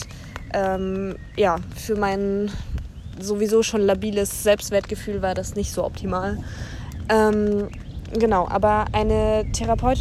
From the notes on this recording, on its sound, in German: Da ich die Folge in einem Zelt aufgenommen habe, gibt es ein paar Hintergrundgeräusche